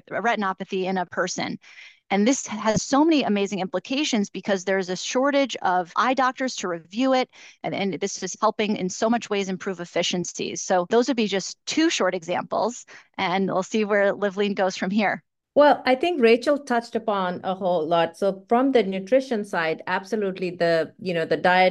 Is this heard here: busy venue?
no